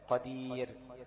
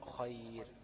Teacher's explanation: أو وقع قبلها ياء ساكنة، يعني الراء إذا كانت في آخر الكلمة وسكنت بسبب الوقف، تمام؟ وقع قبلها ياء ساكنة، سواء كانت الياء دي ياء مادية أو ياء لينة، ماشي؟ برضو الراء إيه؟ الراء هترقق